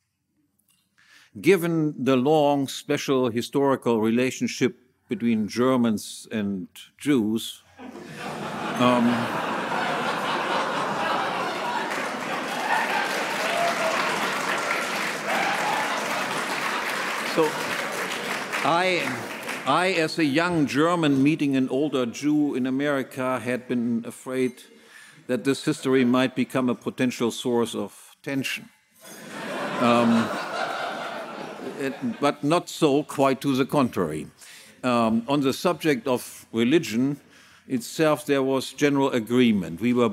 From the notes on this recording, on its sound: Keynote speech, Mises Institute 35th Anniversary Gala